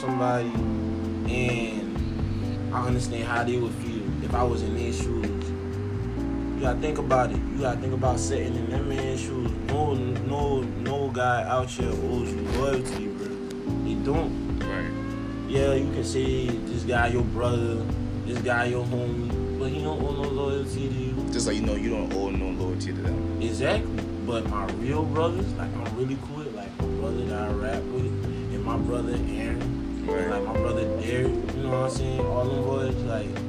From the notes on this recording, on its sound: PLEASE EXCUSE THE AUDIO IN THE BACKGROUND